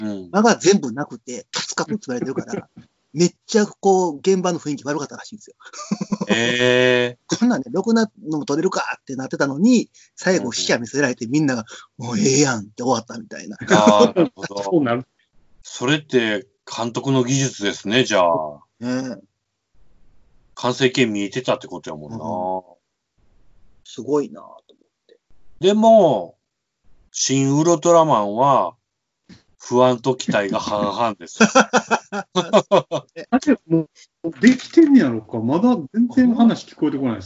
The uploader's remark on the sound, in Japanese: 自粛期間中のオンライン飲み会を収録してみました。酔っ払いのダダ喋り。